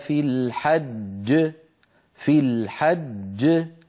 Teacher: الذي تقلقل هو الجيم الثانية، أما الأولى فبقيت على حالها، خرجت بالتصادم بين الطرفي عضوي النطقي، ولا تأثير لذلك على القلقلة أبدا. · لما نقف على كلمة الحج مثلا: ولا جدال في الحج، لما نقف على في الحج الجيم التي كانت مكسورة في الوصل لما نقف عليها تسكن وتتقلقل، أما التي قبلها فهي مدغمة